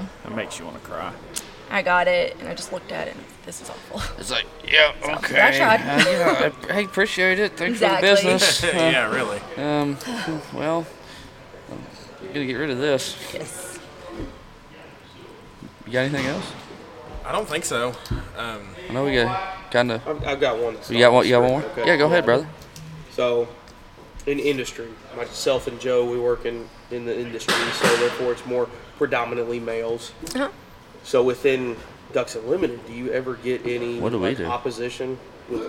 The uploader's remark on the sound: This week the boys are recording from the showroom in Danville, right before the start of the Wilderness Trail Ducks Unlimited Banquet.